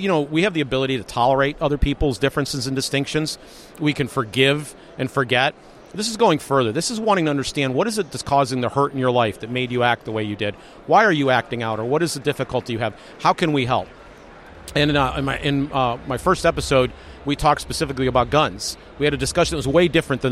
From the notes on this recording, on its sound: Freedom Fest Interviews Part Two